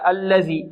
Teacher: والذال معجمة تخرج من طرف اللسان مع أطراف الثنايا العليا